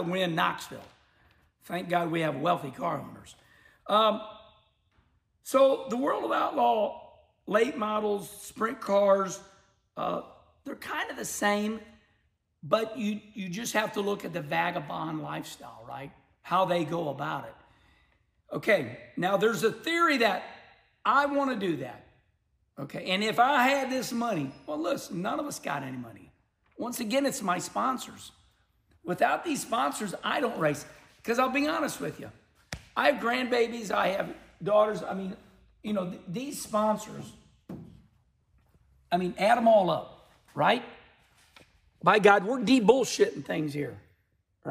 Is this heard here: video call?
no